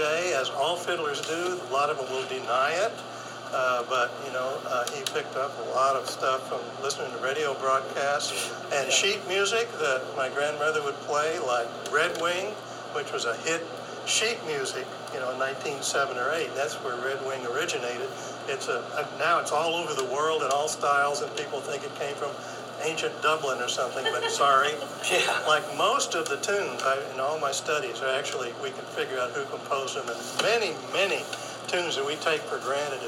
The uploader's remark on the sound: Gave this workshop as part of the Big Muddy Folk Festival in Boonville, Missouri, on May 15, 2022.